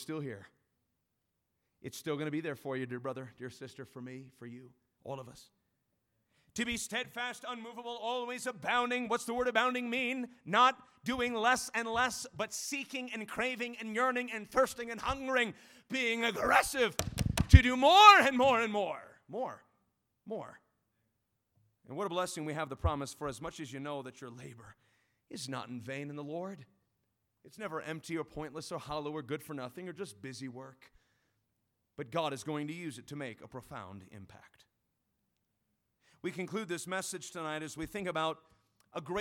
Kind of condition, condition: setting, large echoing room